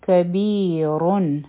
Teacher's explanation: کسره ده په یا سکون دی دا مدی تبعی دی او په را باندې ضمتین دی نو دا را به غټه ویلی شي